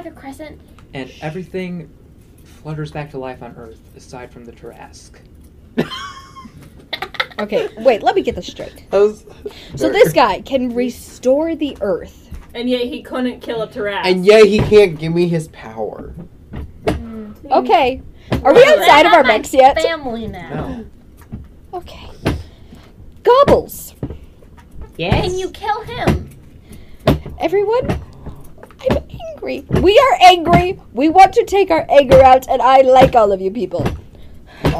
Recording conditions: poor sound quality